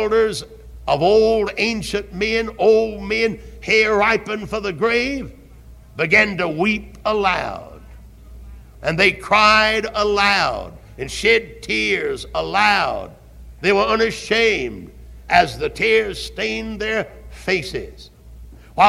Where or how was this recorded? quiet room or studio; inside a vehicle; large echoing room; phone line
large echoing room